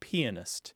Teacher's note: the pronunciation of this word is pianist, with an emphasis on the first syllable